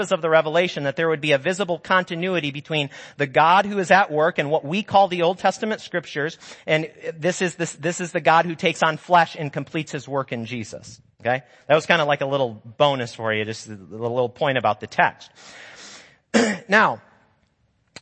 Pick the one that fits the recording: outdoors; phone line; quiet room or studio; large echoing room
large echoing room